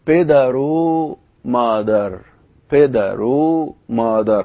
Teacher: الواو بتتحول إلى ما يشبه الضمة على الحرف الأخير من الكلمة السابقة لها · Term: الواو بتاع العاطفة